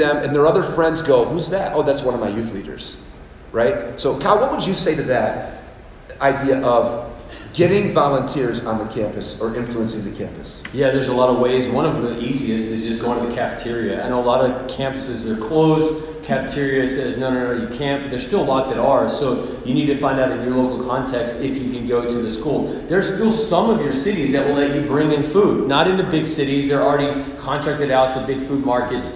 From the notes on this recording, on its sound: Live Audience At Texas Camp. We took a break at Camp in Texas and did a live podcast with 150 leaders.